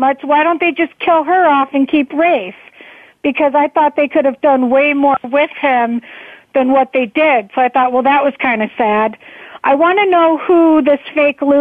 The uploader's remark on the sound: An hour of fan calls. On the Voice America Talk Radio Network.